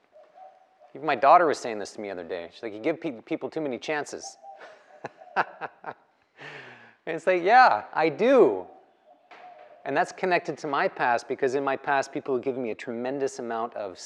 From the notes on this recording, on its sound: The live recorded lecture took place during a 200-hour yoga teacher training at Peace Retreat in Los Pargos, Costa Rica